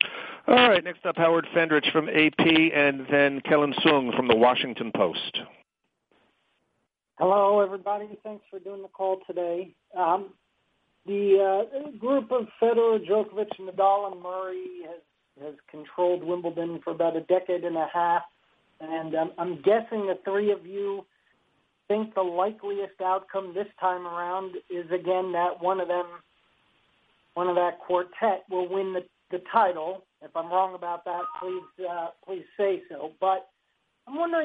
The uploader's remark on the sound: Wimbledon Conference Call